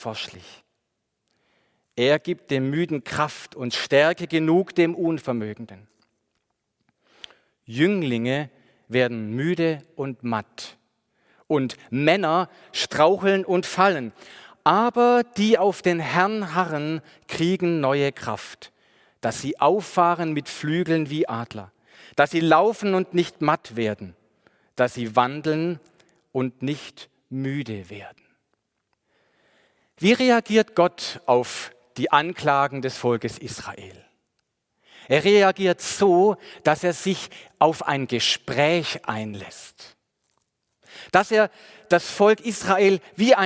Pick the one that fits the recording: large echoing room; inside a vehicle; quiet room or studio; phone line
large echoing room